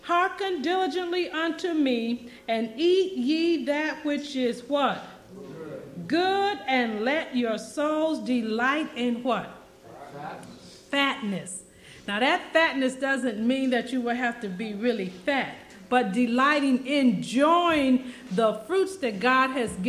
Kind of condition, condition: setting, live audience